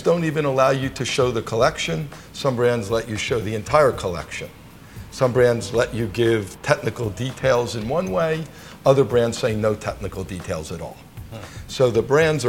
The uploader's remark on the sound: At the Breitling Boutique on Madison Avenue in Manhattan – you'll hear the sounds of the store and some construction next door.